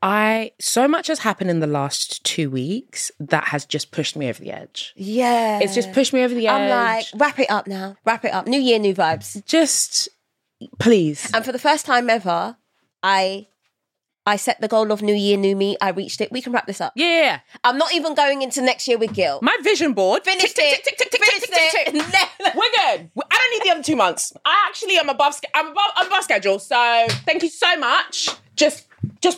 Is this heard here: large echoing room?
no